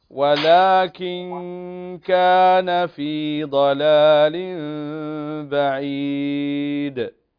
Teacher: هنا النون ساكنة وتخفى عند الكاف